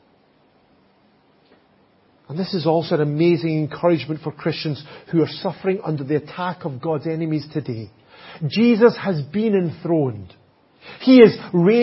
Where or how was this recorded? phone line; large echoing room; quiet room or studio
large echoing room